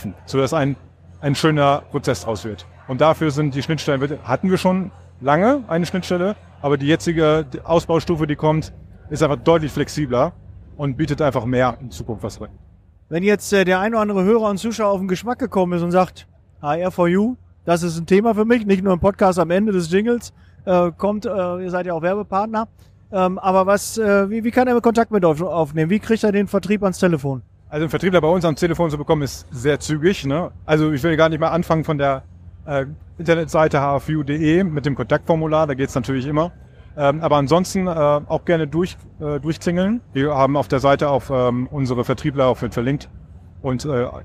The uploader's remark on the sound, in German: Zukunft Personal 2023 in Köln. In der heutigen Podcast-Folge nehme ich euch live mit auf die Messe.